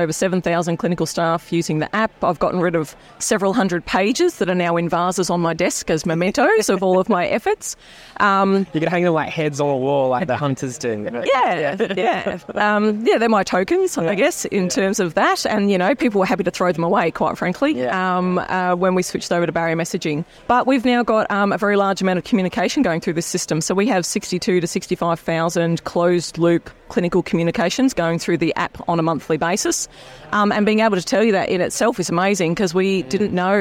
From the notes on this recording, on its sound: recorded at Healthcare Week in Hamilton New Zealand